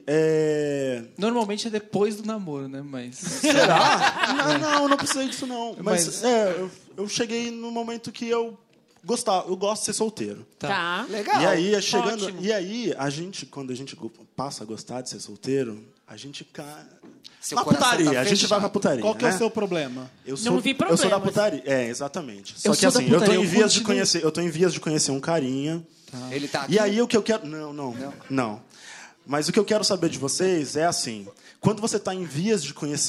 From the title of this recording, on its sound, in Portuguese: Especial de Natal ao Vivo